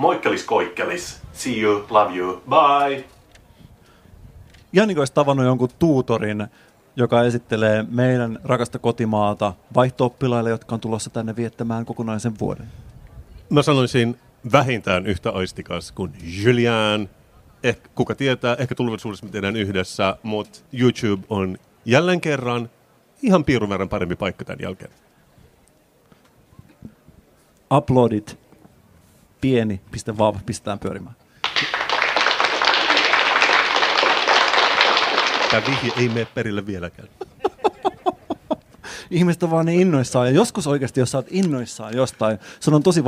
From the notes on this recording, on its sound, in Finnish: Senaatintori LIVE. Poddaavat elävän yleisön edessä Senaatintorilla.